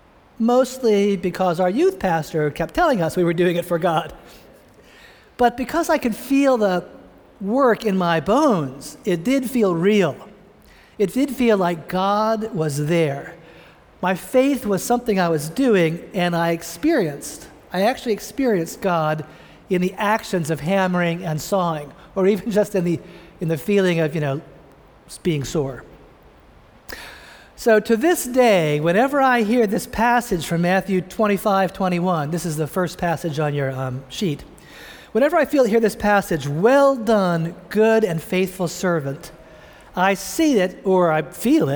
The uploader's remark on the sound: preached this sermon at the Vineyard Christian Fellowship of Greater Boston in Cambridge, Massachusetts